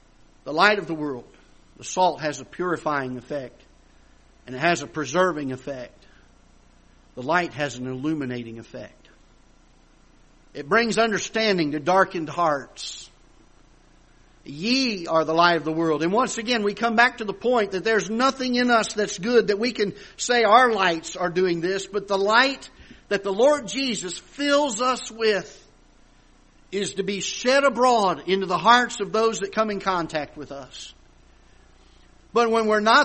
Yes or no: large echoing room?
yes